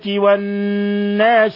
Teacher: حرف غنة مشدد يغن مقدار حركتين